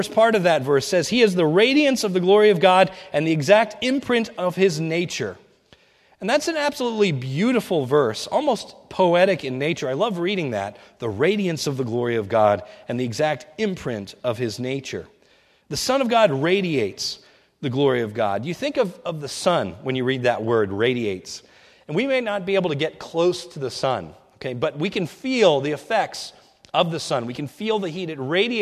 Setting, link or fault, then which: setting, large echoing room